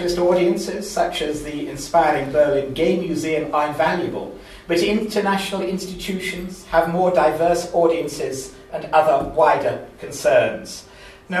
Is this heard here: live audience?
yes